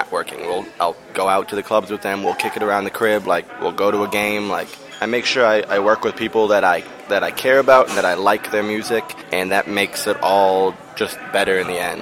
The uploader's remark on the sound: In an interview recorded at a local cafe.